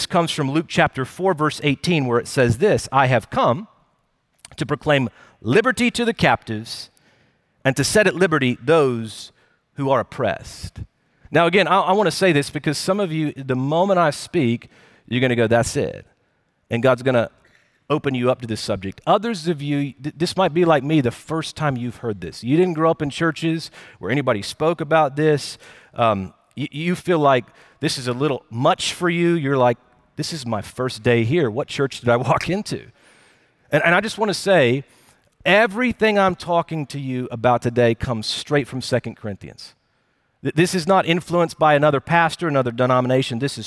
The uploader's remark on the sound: Recorded Live at Brookwood Church